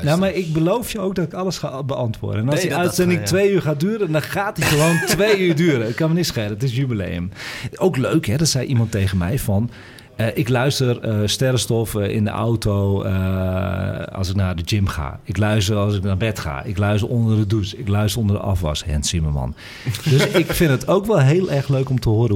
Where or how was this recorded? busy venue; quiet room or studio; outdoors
busy venue